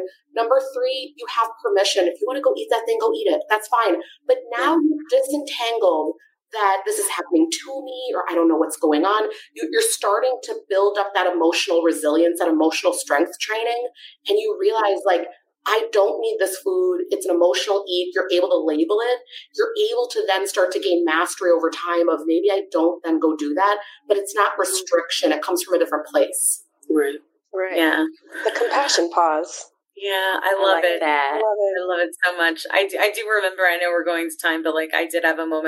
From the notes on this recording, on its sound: We had some technical difficulties this week, so the audio isn't the best.